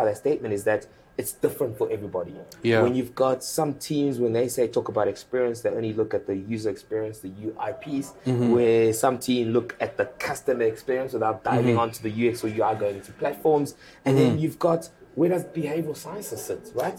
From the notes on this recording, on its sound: He joined us at the UX SA conference for a chat.